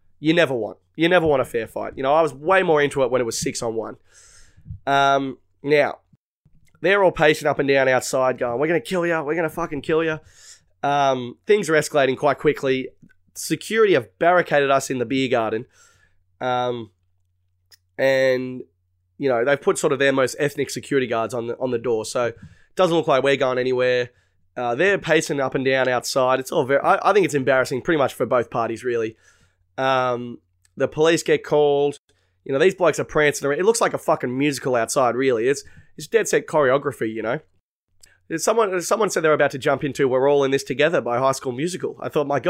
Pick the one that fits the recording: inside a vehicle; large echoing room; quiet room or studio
quiet room or studio